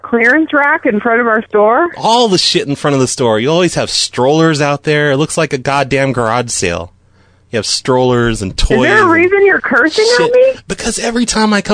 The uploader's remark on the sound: Prank Phone Calls